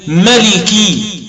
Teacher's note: تحذف الألف يبقى لك الميم مفتوحة واللام والكاف مكسورتين